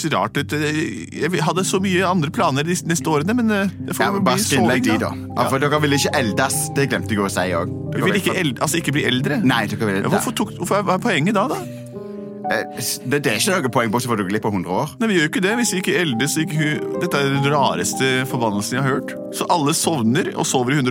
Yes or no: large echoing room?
no